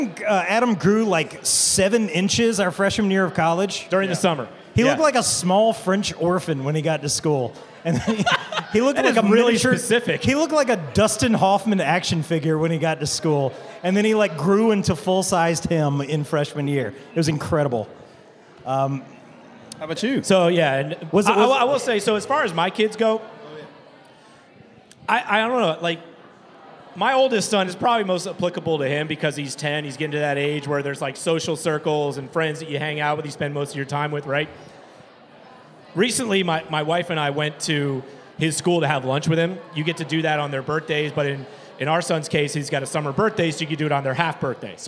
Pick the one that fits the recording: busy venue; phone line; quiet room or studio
busy venue